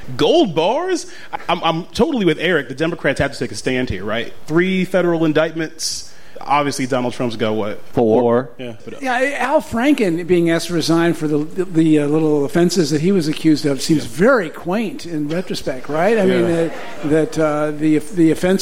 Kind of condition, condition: setting, live audience